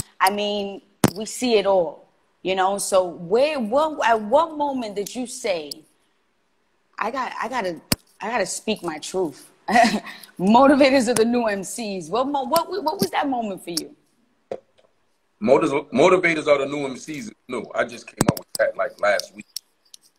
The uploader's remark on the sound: Joined us on IG Live.